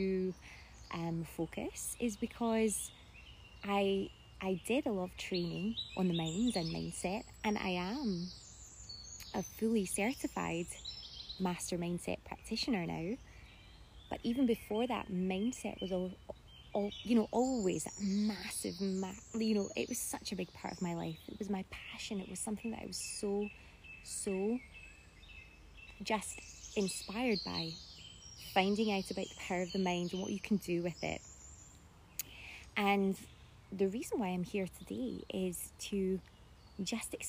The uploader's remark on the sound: This episode was taken from an IG live